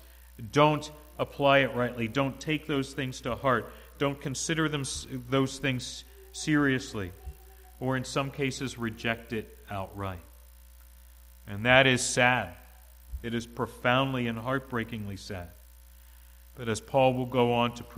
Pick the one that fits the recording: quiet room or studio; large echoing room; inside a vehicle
large echoing room